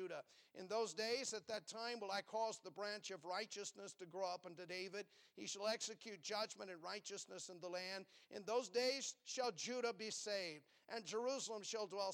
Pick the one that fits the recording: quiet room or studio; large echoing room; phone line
large echoing room